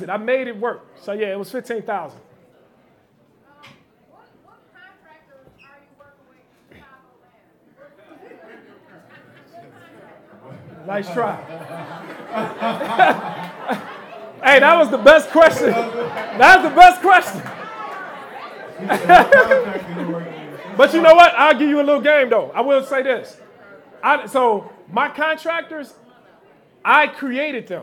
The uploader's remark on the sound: Live Podcast in Chicago.